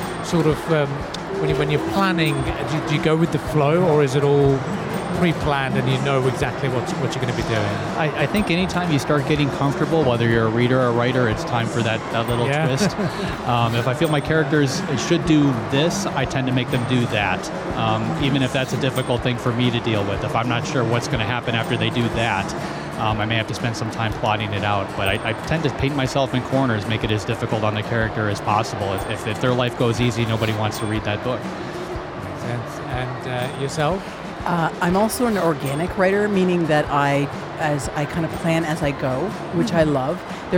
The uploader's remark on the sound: Live from SIBF